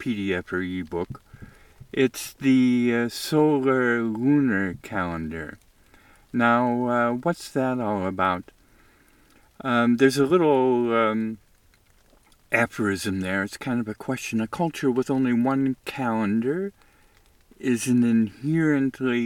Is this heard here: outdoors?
yes